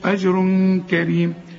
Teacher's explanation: كريم كلها حروف مرققه بما فيهم الراء، لان الراء ما دام مكسوره تبقى مرققه